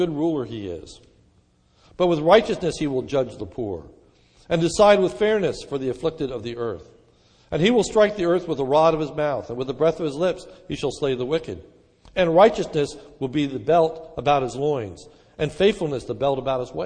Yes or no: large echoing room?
yes